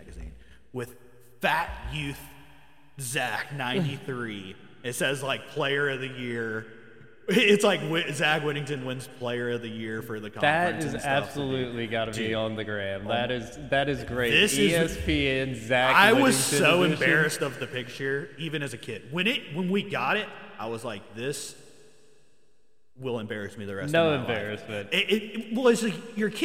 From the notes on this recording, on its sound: Sorry For The Echo!